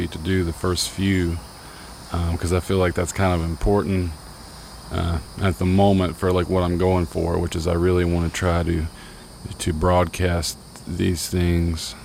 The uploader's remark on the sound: I recorded this first episode out on the deck of my loft studio, so there are some really nice ambient neighborhood sounds happening. I also played some piano and mixed it in underneath everything.